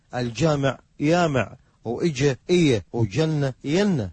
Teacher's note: أما الناصرية والعمارة والبصرة تصير الجيم مثل الياء